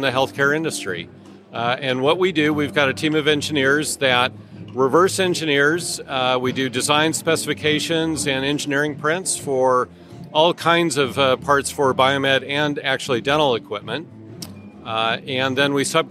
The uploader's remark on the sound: Day one Live at the MD EXPO